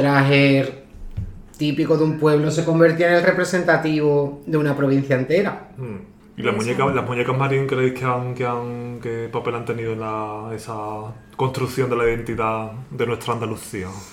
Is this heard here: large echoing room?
no